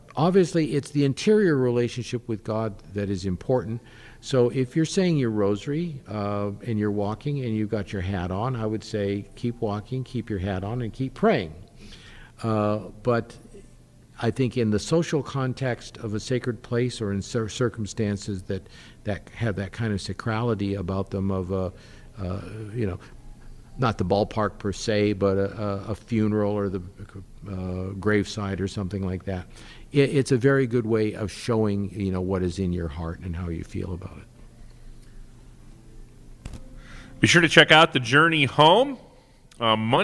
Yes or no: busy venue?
yes